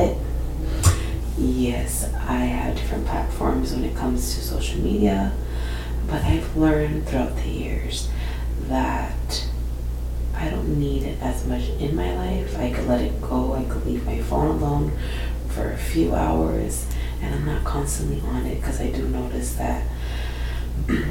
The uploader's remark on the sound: some static/background noise in this episode